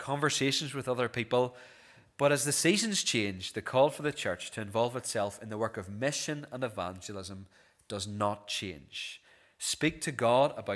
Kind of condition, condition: setting, large echoing room